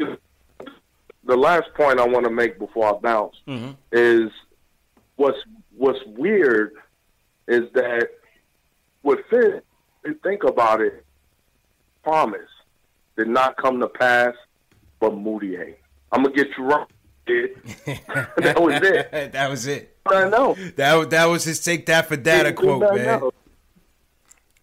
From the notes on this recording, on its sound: takes LIVE phone calls from fans around the world